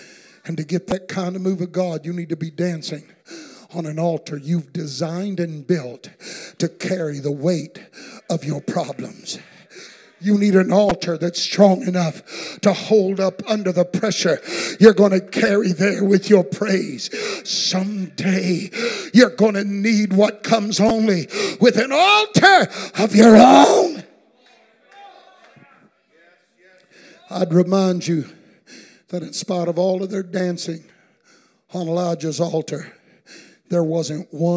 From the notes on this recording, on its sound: Keynote address at the first night of our Anniversary Celebration